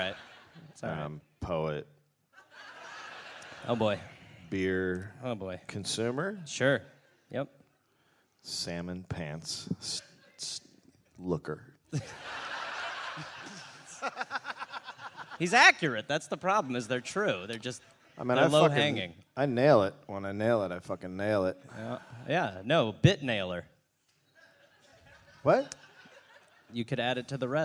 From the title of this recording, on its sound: Live in Melbourne